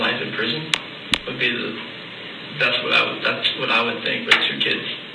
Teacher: he's doing what's called rising intonation at the end of the statement. He's seeking approval in what he's saying.